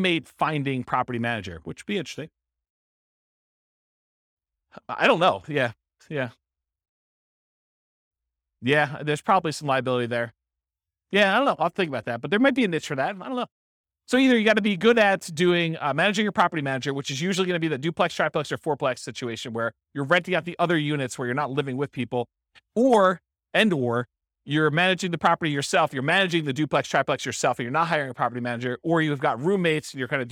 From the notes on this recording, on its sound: This was a live class recorded